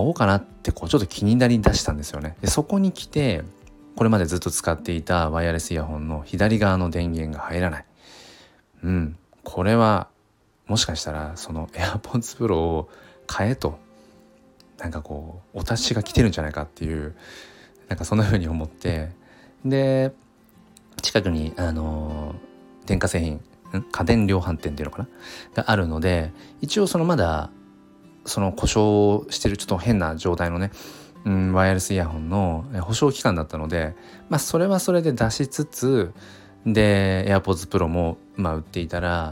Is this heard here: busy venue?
no